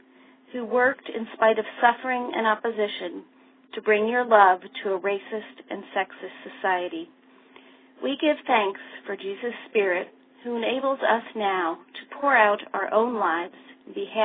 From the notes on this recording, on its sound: FutureChurch held a free phone conference.